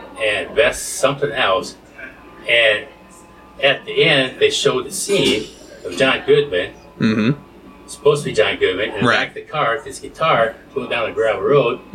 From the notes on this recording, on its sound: This episode marks the first in a limited series of exclusive conversations that were recorded on site at the 16th Annual Iowa Independent Film Festival.